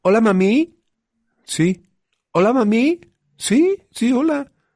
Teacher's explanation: entonces todo queda como si fuera pregunta